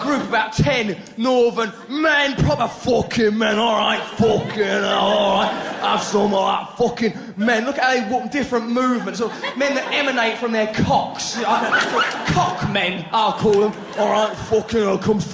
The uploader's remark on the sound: Recorded in London during his sell-out 2006 tour.